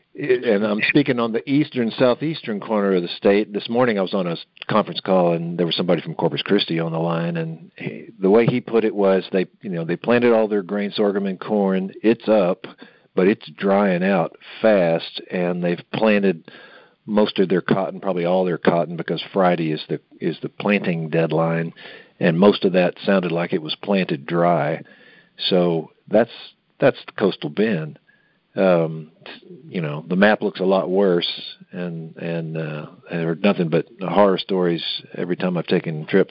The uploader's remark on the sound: Monthly Conference Call